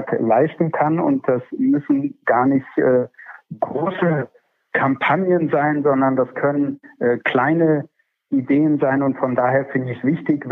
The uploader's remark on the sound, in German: Telefoninterview